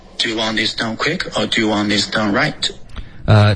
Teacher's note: 这个第一个 done 好像还是带了后鼻音